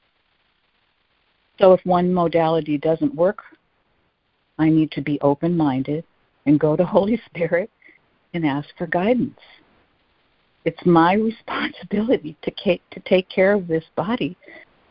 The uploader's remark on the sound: ACIM Daily Conference Call.